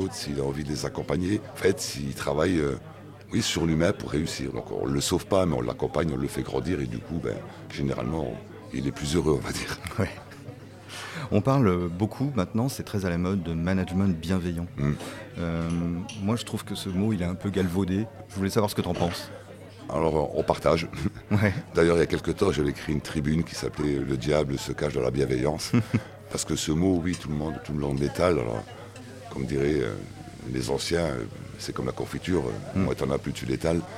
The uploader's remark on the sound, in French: Nous remercions le restaurant Vinevietable à Levallois-Perret de nous avoir accueilli pour cet enregistrement. Nous remercions le restaurant Vinevietable à Levallois-Perret de nous avoir accueilli pour cet enregistrement.